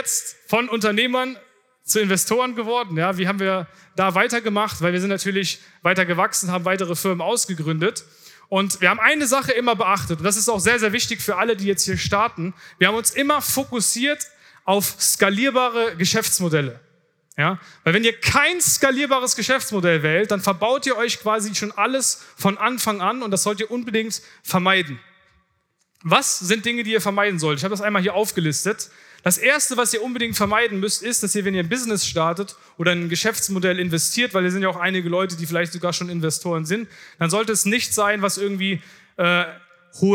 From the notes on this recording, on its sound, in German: Vortrag von der diesjährigen Founder Summit